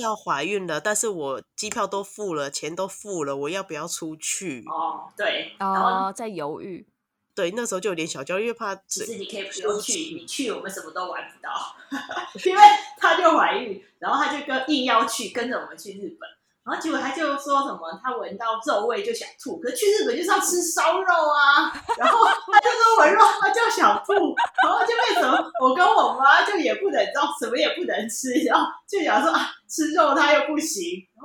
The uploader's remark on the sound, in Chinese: 聲音充滿了空間感呀。本集音質太QQ。